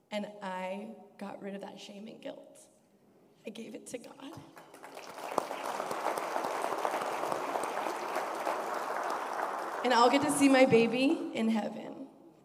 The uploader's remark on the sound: A special recording from our recent 2023 CAP Family Dinner. We present part one of a special recording from our recent 2023 CAP Family Dinner.